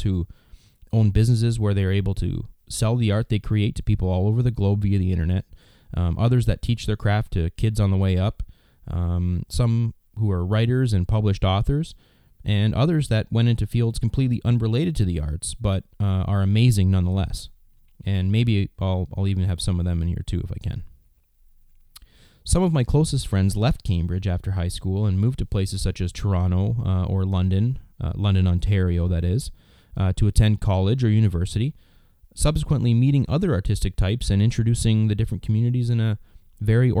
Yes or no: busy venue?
no